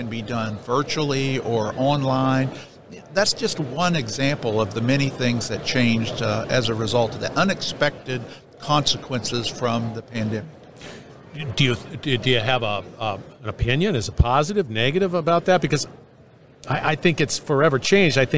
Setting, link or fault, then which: setting, busy venue